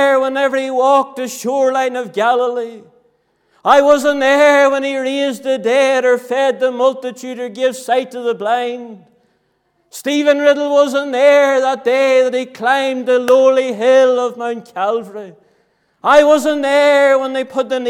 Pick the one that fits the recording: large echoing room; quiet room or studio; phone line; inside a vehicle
large echoing room